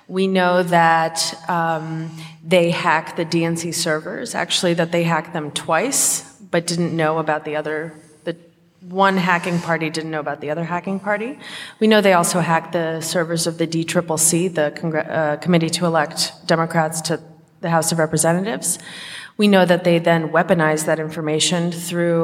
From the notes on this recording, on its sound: Recorded before a live audience at the Sixth and I Historic Synagogue.